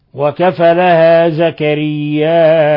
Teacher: بتخفيف الفاء من وكفى لها وإثبات همزة مضمومة بعد الألف، وكفى لها زكرياء. وطبعا يجوز فيها الروم على لأنها مضمومة.